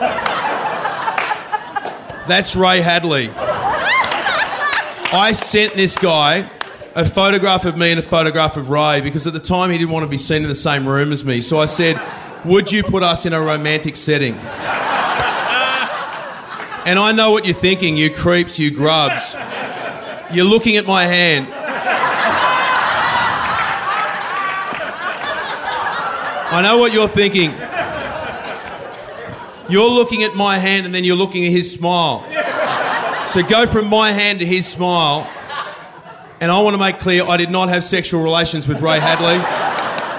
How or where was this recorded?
live audience